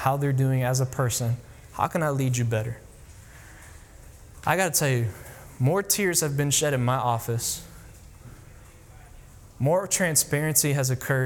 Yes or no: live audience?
yes